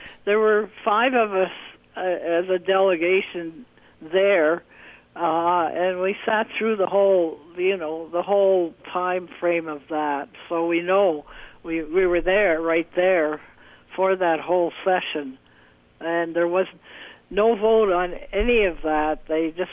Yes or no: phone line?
yes